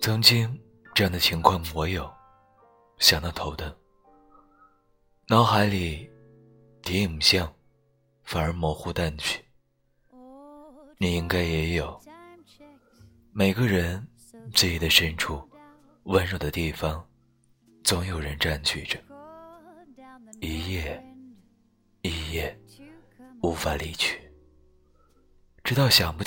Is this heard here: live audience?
no